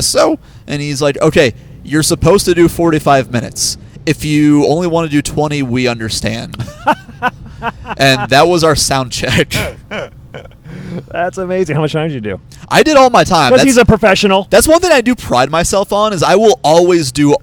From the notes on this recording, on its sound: Records an episode to and from the gig. On the Road.